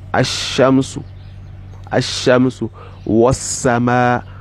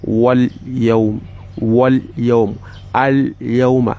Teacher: You put the alifun entirely inside it. You assimilate it entirely without any traces of the alif, of the lamun behind. · Shown in: first take · Term: idgham